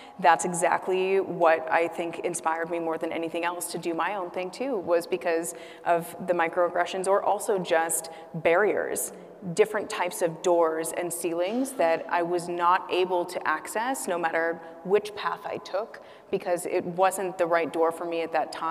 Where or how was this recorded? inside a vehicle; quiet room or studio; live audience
live audience